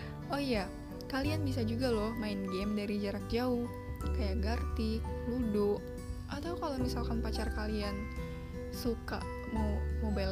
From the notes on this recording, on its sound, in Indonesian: sorry kalo ada noise